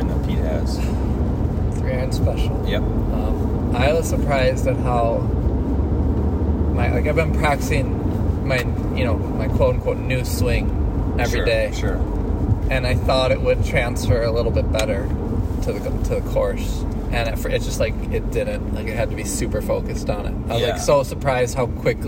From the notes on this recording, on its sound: Live from the car, to and from a round of golf in February at Spring Valley Country Club. The audio for this episode improves at the 8 minute mark.